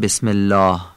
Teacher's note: اول اینکه لام الله رو نازک میگیم، یعنی معمولی میگیم، ولی الفش رو، یعنی صدای آ کوچکی که در الله هست، باید نازک و لطیف خوانده بشه. بهش میگن ترقیق.